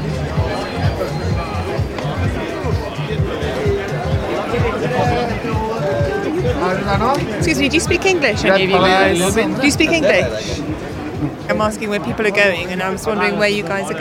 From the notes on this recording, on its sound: Stories about growing up and ambition recorded on a dark and busy night in Amsterdam’s Red Light District.